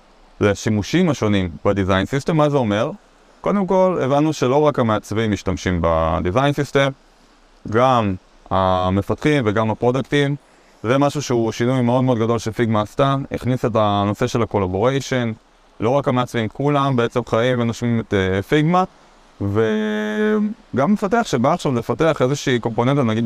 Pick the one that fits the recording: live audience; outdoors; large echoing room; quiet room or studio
outdoors